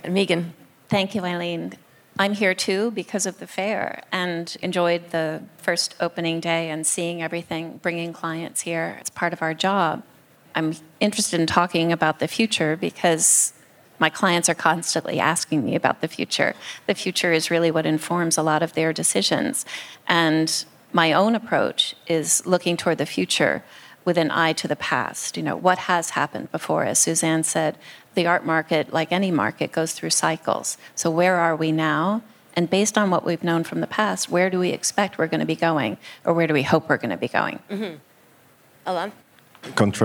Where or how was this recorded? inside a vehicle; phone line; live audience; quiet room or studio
live audience